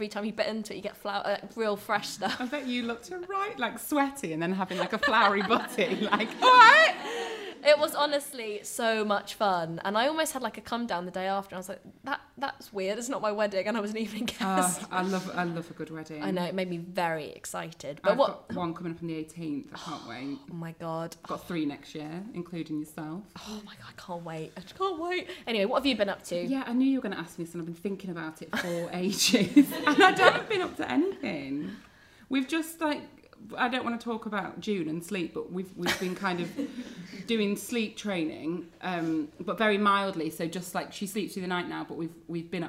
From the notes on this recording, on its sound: Live Recording. Was recorded in front of a live audience at The Hoxton, Holborn.